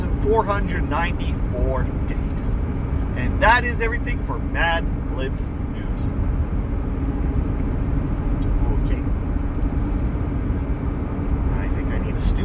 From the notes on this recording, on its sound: Of course I screwed up on the audio again because I had my FM modulator plugged in which cancels by microphone so there's going to be a lot of loud background noise.